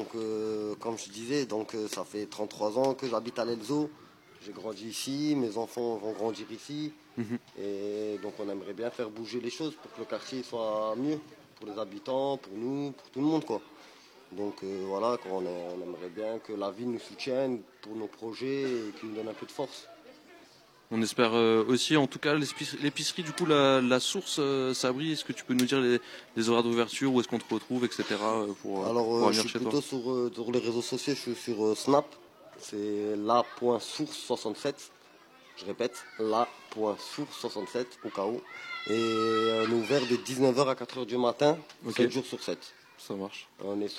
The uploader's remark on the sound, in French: Diffusé en direct sur RBS le 6 Mai 2023 depuis la Rue Watteau à l'Elsau, à l'occasion de l'événement "Capsule Temporelle" de la Compagnie Lu²